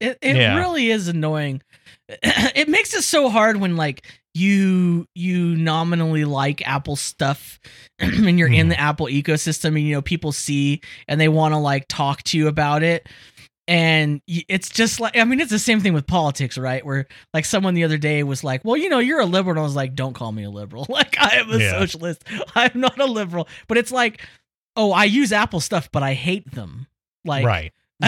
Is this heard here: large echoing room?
no